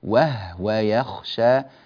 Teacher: نحرص على ثبات سكون الهاء، وهو يعني ولا نقول وهو مثلا وهو يخشى، لا هكذا الهاء تنضم، قالون يسكن الهاء، وهو يخشى بهذه الطريقة.